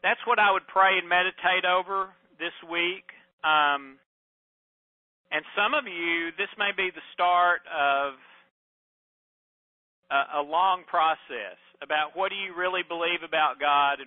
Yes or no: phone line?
yes